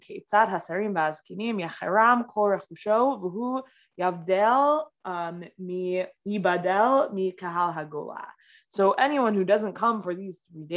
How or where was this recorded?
video call